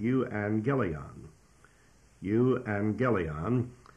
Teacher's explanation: two G's come together, one takes the N sound, and therefore this word, euangelion, would be pronounced euangelion.